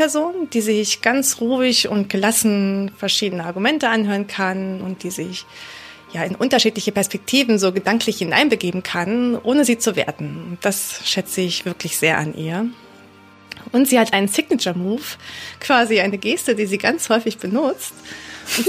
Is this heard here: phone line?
no